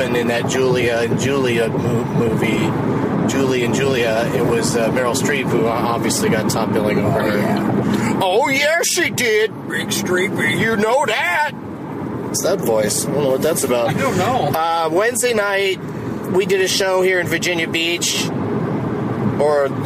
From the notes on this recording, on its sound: While driving to the airport